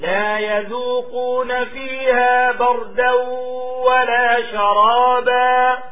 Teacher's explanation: الباء مفتوحة لا تقلقل. لو كانت الباء ساكنة تقلقلها، لكن الباء مفتوحة والراء ساكنة.